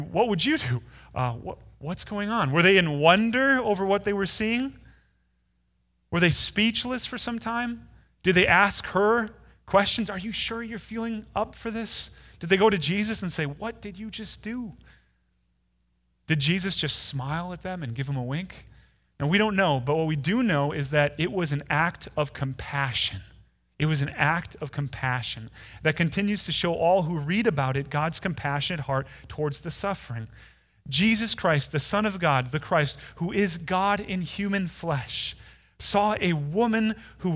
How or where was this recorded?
large echoing room